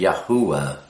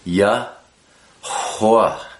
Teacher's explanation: you blow the hua so that there's almost a little syllable in front of the second syllable · Shown in: second take · You might say three syllables, but some people, they get caught up in this.